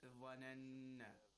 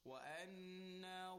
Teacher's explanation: the wa is a letter of tafkhim, and it should be recited with a full mouth and a heavy voice · Shown in: second take